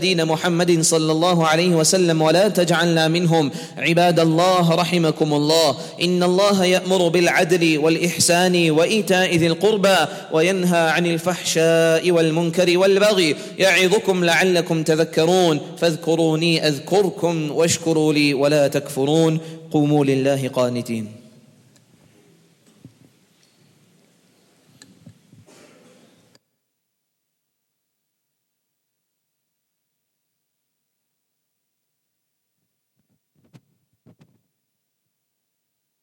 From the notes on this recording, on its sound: at the Houghton Masjid (West Street)